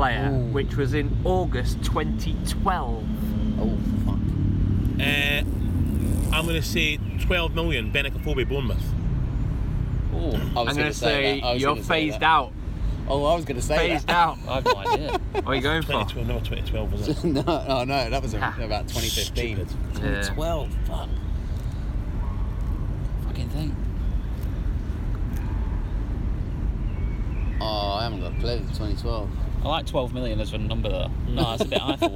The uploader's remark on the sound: Podcast in the Park! Take things outside to the park.